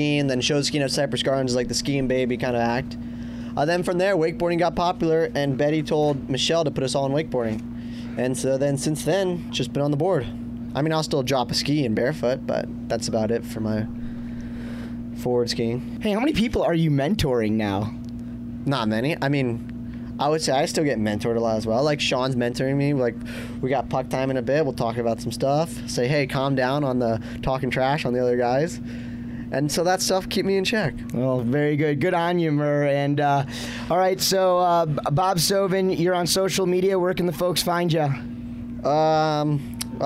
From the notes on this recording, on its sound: Live From Masters. Live at the 57th Masters! Following the second day of the event on site in front of the Fox Bus.